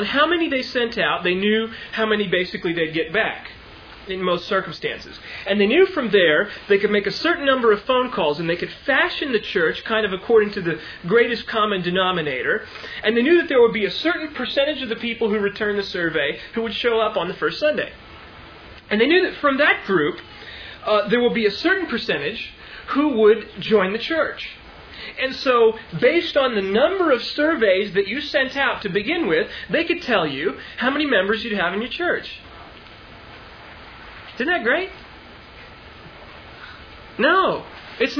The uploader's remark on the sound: Originally delivered on 18 July 1999 at Sovereign Grace Baptist Church in Van Alstyne, TX.